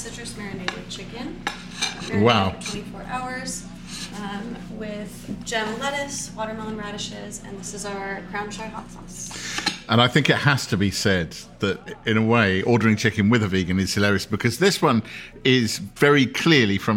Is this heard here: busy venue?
yes